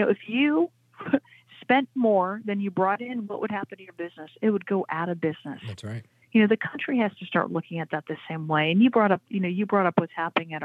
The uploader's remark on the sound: we take your phone calls in open phones across America